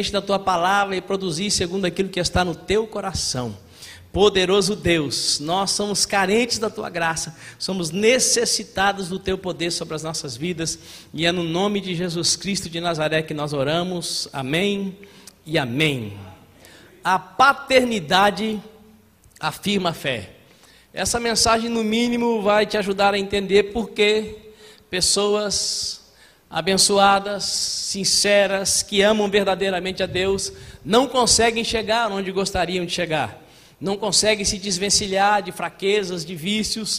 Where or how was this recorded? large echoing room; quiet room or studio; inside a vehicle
large echoing room